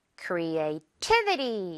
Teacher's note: 이번에는 가운데쯤에 있는 이 T 부분에 강하게 강세가 들어와요.